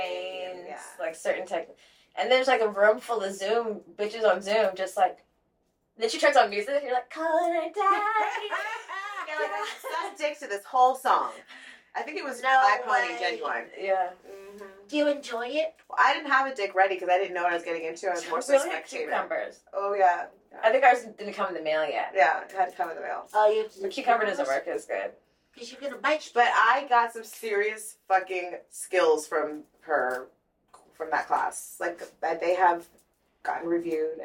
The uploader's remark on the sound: Mercury retrograde tried to come for us and we lost our audio for this episode. Please excuse the audio quality.